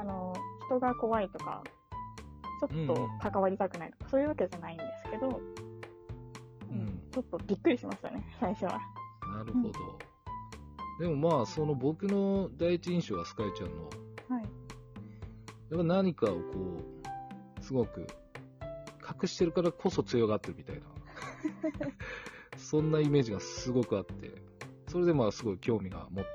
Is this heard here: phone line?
no